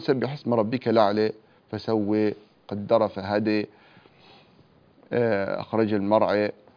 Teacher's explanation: يقلل ورش رحمه الله رؤوس آيها قولا واحدا